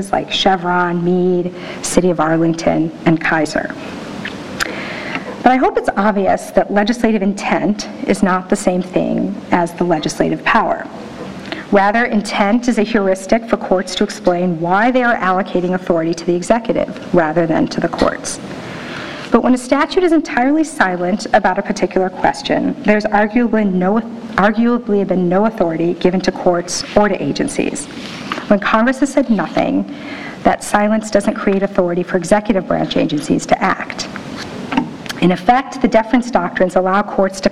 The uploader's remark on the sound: NYU Rule of Law Symposium Keynote Address